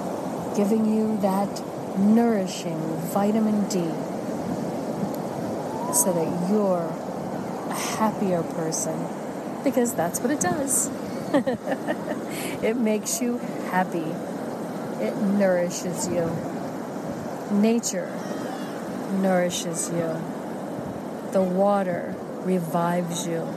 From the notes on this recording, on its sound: LIVE from Assateague Beach and Chincoteague Island, Virginia, USA. This is a special on location Walk and Talk of our Mindfulness Summer Tour 2022.